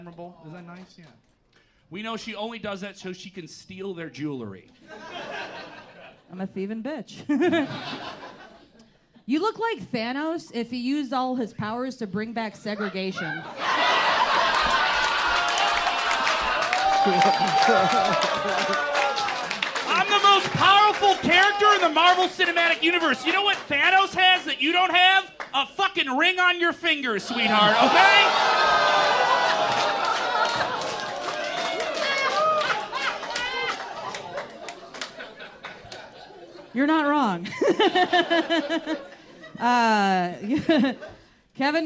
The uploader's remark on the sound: Recorded September 2022 at the Lincoln Lodge in Chicago, IL